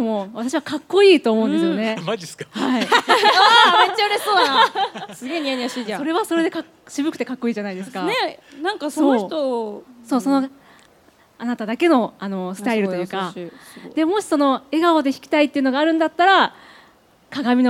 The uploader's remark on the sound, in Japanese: ららぽーと豊洲での初の公開収録の模様をお届け！